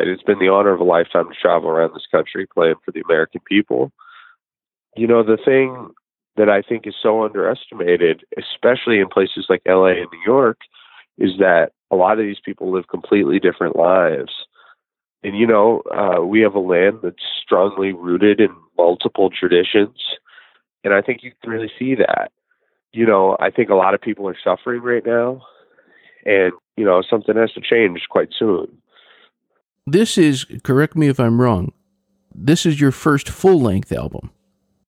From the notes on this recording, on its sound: The interview was supposed to happen in person. We spoke by phone.